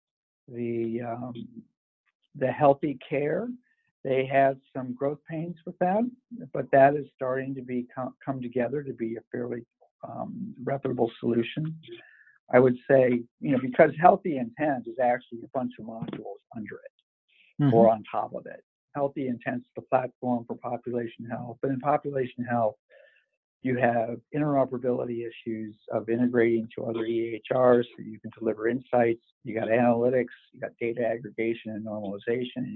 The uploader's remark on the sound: Conference Call.